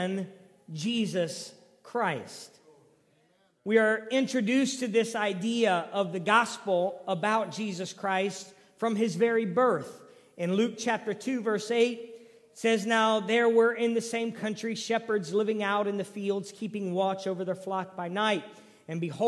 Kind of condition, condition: setting, large echoing room